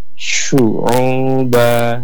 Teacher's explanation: Jadi harus nampak hamsnya, ya, tafasyunya, kemudian ada rakhawahnya.